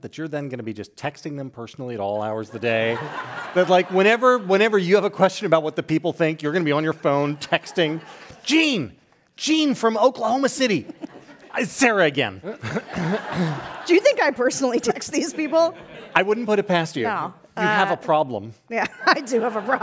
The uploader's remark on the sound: Live from San Francisco! Took San Francisco by storm on Thursday night for a live event!